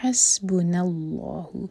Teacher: حسبنا اللہ، ہا حلق سے، سین پر سیٹی والی آواز اور اللہ تعالیٰ کے نام میں جو لام ہے وہ ہیوی ہوگا